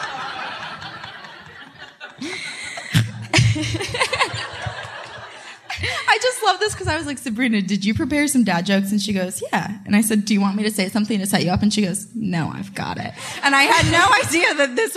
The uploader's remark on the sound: Live from Nashville. We had a live show at Zanies Comedy Night Club!